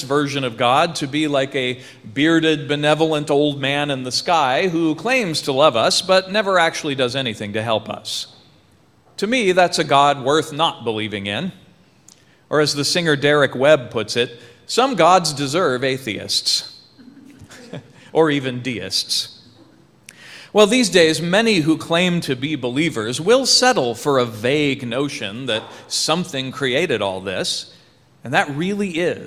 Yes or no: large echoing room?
yes